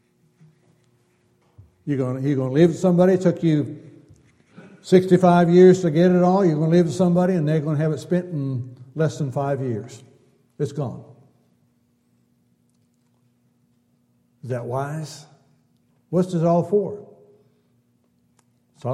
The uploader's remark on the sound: Downtown Church Of Christ Audio Sermon